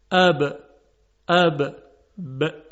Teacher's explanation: از کنده شدن دو لب حرف ب تولید میشه